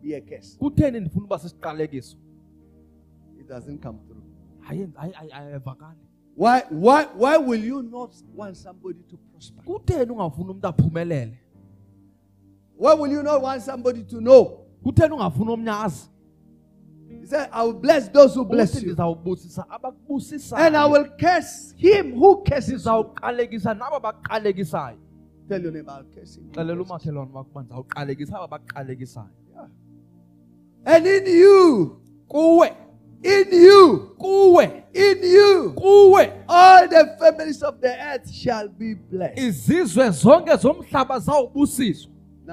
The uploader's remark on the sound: Message Preached in our Cape Town Campus, Parklands, Cape Town